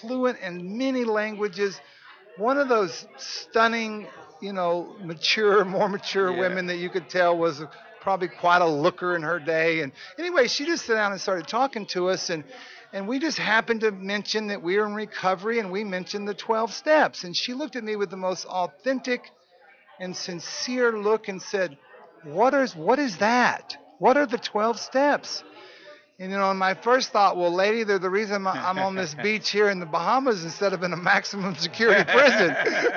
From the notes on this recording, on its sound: broadcasting from the 39th Annual NAATP Leadership Conference in Austin, Texas